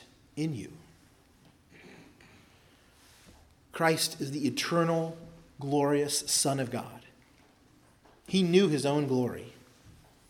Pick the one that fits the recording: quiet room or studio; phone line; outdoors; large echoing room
large echoing room